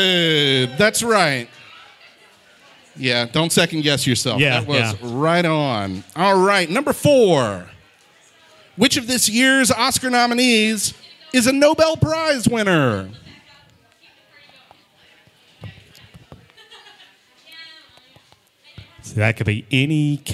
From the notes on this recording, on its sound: LIVE! From the Actual Oscars Red Carpet. Recorded & Edited by Boutwell Studios.